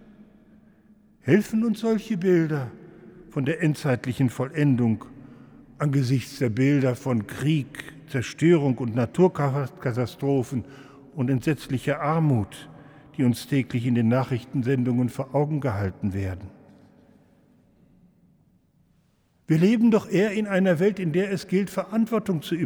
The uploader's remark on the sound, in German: im Hildesheimer Dom